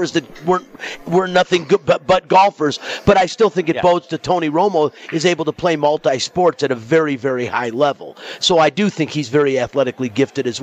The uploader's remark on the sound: Live from the Super Book at the Westgate Las Vegas